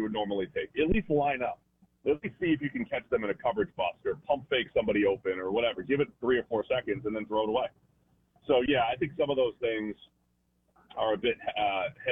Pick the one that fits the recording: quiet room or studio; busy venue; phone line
phone line